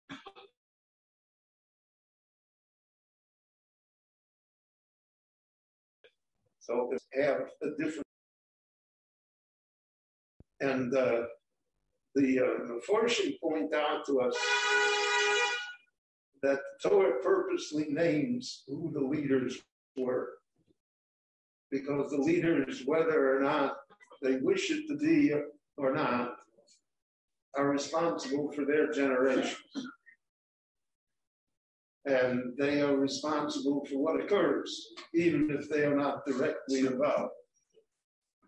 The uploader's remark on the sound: This short Dvar torah was recorded LIVE in Jerusalem at Beit Knesset HaNassi on May 10, 2021.